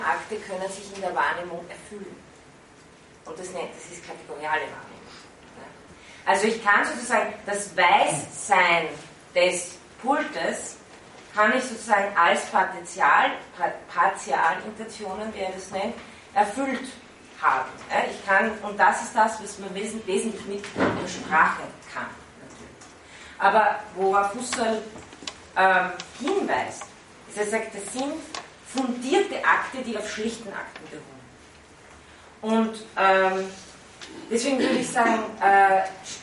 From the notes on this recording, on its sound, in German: Von Studierenden aufgezeichnet.